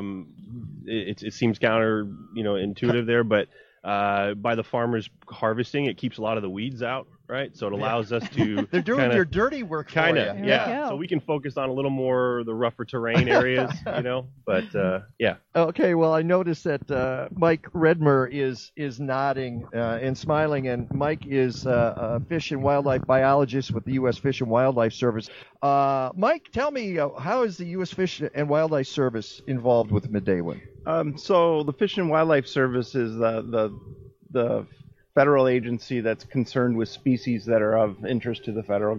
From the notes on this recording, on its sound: broadcast from Midewin National Tallgrass Prairie, just southwest of Chicago near Wilmington, Illinois